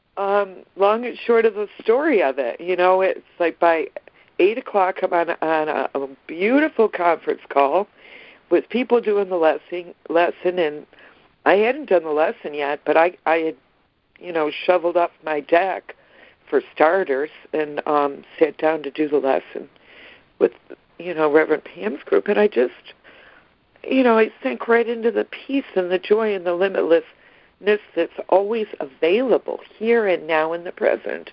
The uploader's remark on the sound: ACIM Daily Conference Call